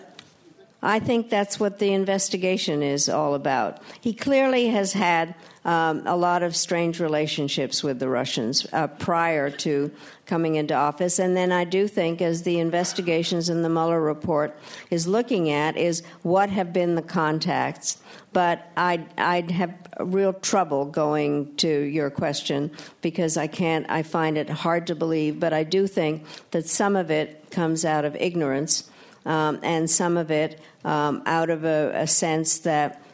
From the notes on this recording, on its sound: We take you inside the Q&A session of RJ Julia's recent live event. At the Yale School of Management.